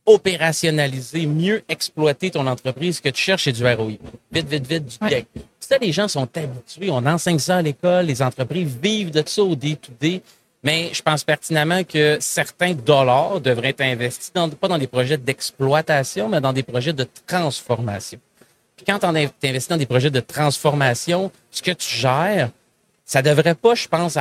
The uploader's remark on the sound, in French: En direct du Salon Industriel de Terrebonne